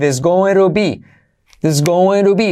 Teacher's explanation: There's going to. T como R suave.